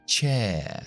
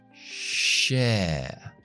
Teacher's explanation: La lengua no toca paladar con la sh · Shown in: second take